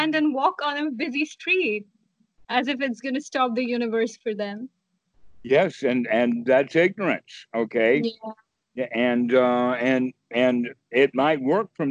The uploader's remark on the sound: Skype calls on this channel.